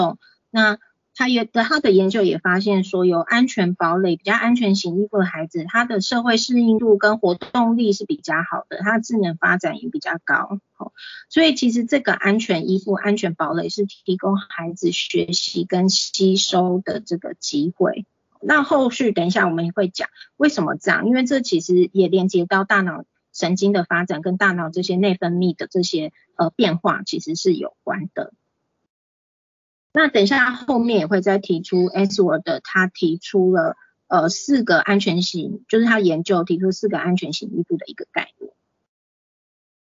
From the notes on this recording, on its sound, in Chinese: 講座錄音。此為線上課程錄音檔！